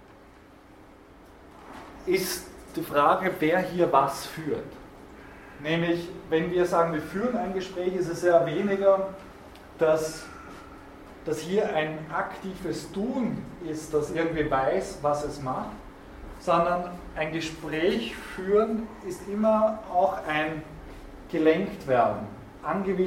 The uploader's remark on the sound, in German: Diese Vorlesung wurde von Studierenden aufgenommen